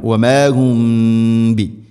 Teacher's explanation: സാകിന മീമിന് ശേഷം ബാ ഇഖ്ഫാ ശഫവി, ഇവിടെ മീമിനെ അവ്യക്തമാക്കി മണിക്കണം